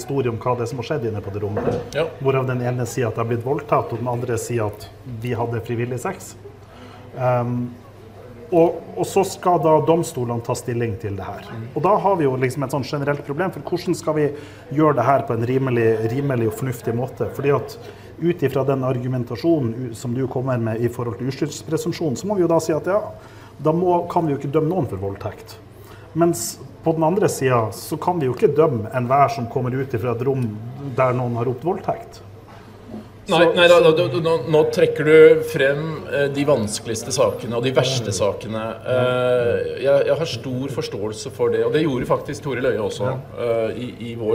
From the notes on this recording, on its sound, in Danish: Live på Bazinga.